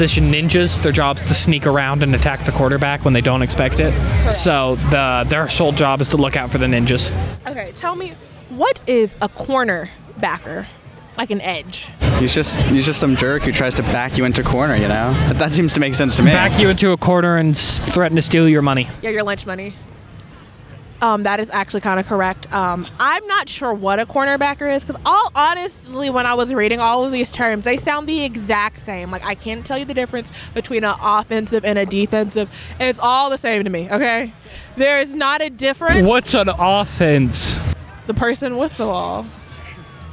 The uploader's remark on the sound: On location at UNA's homecoming football game! Listen in as they pull people from homecoming festivities and have fun on the spot interviews!